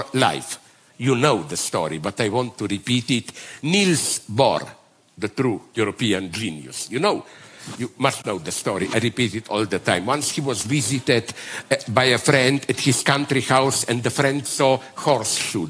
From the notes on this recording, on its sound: Delivered the largest Slovenian annual foreign policy event, the Bled Strategic Forum (BSF). In a special “Night owl session”.